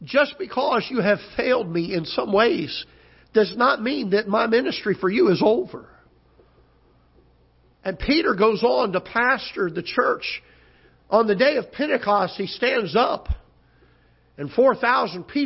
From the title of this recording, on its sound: Ketha Heights Baptist Church ~ Live Broadcast